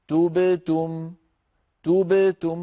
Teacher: فعلينا أن نضم الشفتين من أجل التاء تو، ثم نعيد الشفتين إلى وضعهما الطبيعي ونقلقل توب، ثم نضمهما مرة أخرى من أجل التاء الثانية توبتم، انظروا توبتم توبتم، هكذا، ولا نقول توبتم.